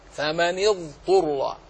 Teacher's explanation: كذلك بين الضاد من الطاء إن اجتمعت في قوله تعالى، مثل قوله تعالى فمن اضطر، فمن اضطر، ولا يجوز الإدغامها هنا، أظهر الضاد عن الطاء